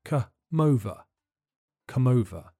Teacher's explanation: The M sound at the end of come links to the beginning of over, so it sounds more like come over.